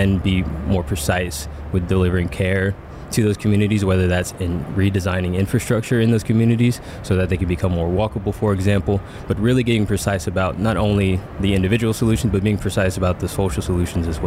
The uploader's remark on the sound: mini episode of the podcast recorded at HLTH in Las Vegas